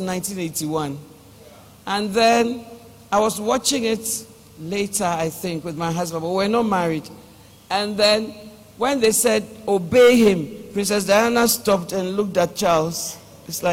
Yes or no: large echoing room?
yes